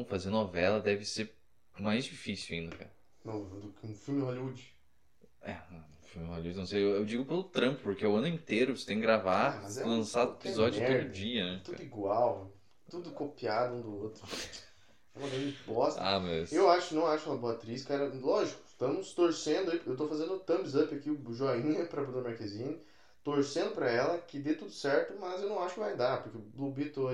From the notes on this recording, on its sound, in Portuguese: Seus ouvidos serão agraciados com um belo áudio de incríveis 2 MICROFONES (e não 2 microfones incríveis). Um microfone por participante.